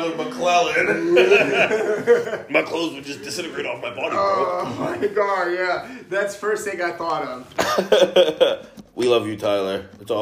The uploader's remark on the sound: Sorry about the echo. I moved and don't have a great room for this and I'm still on the phone only!